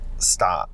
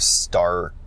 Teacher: You don't really hear that R, that hard R sound. · Shown in: first take · So from her accent, I'm starting to hear that maybe those R sounds are not happening as obviously as a North American accent.